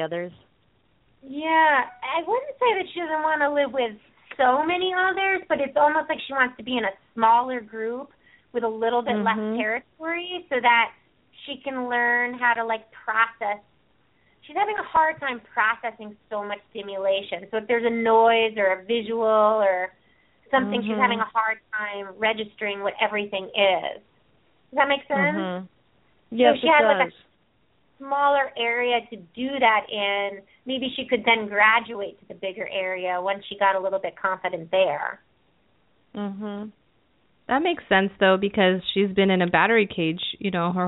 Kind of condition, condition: link, phone line